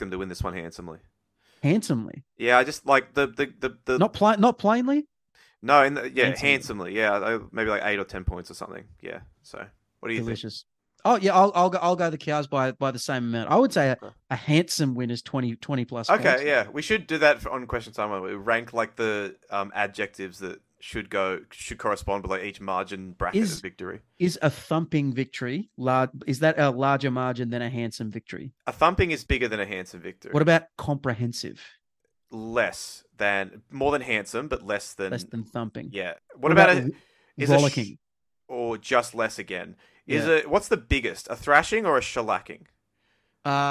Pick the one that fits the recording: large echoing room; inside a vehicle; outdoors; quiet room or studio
quiet room or studio